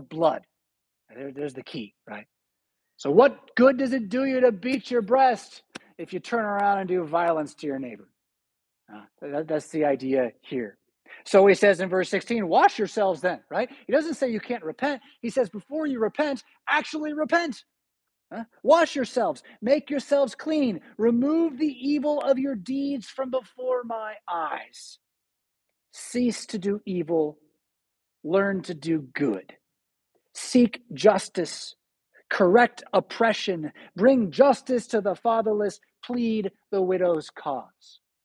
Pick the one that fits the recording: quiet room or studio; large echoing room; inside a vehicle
large echoing room